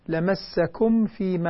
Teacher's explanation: لاحظي إظهار الميم مع الفاء. لمسكم فيما دون غنة.